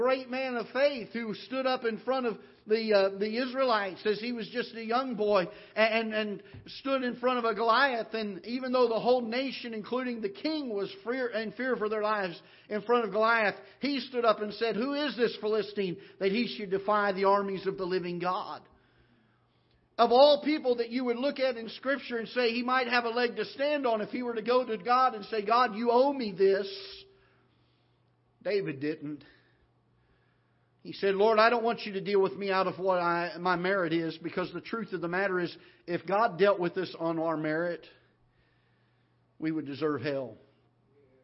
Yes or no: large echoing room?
yes